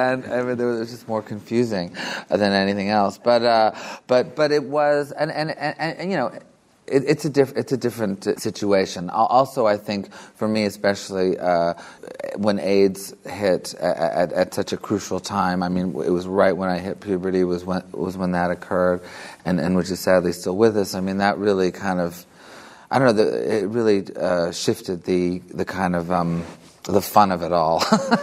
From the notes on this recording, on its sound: In the Model Arts Centre, Sligo, as part of Sligo Live 2015 in assocation with the US Embassy's Creative Minds Series.